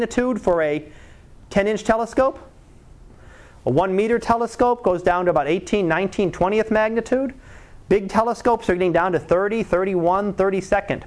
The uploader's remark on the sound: Live Class Lecture